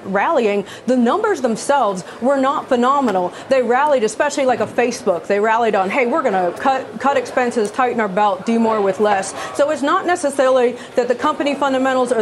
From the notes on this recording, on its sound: live from the New York Stock Exchange